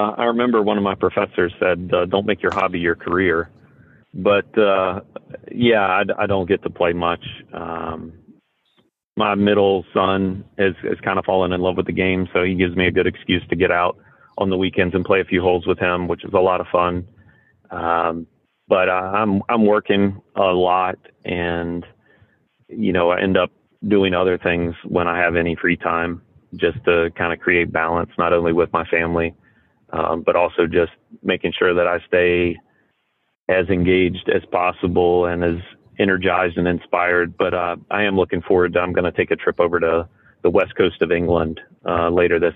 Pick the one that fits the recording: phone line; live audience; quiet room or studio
phone line